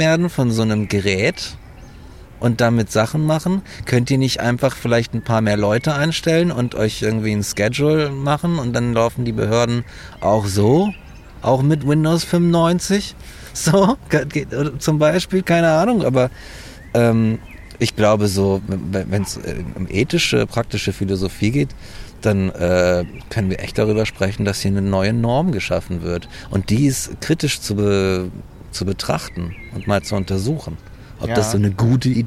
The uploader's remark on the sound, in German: Diese Freilandfolge wurde zudem unter besten Zuchtbedingungen mitten im Volkspark Rehberge aufgezeichnet.